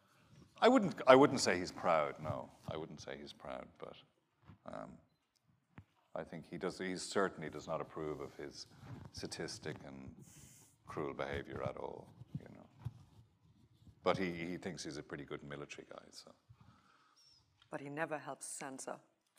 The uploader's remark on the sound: joins us at the Apple Store, Kurfürstendamm in Berlin